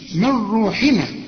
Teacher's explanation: نون وبعدها راء ما تغنش